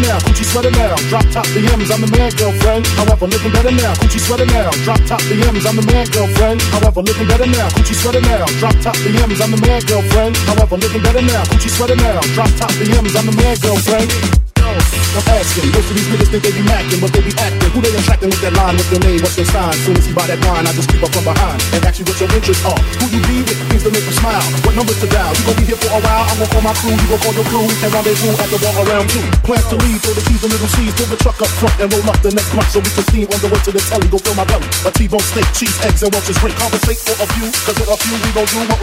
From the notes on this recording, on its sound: the bar took a record taking on this night and was packed from start to music with party goers all having a ball